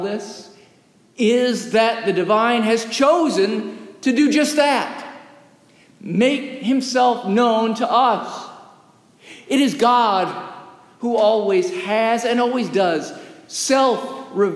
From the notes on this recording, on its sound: Recorded live during worship in the historic, 317-year-old sanctuary of (Old) Rehoboth, the "Birthplace of American Presbyterianism".